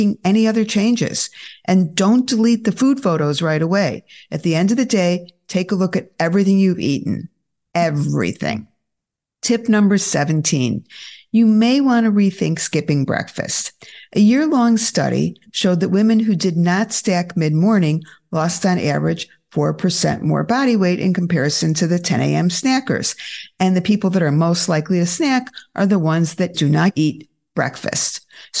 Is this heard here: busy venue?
no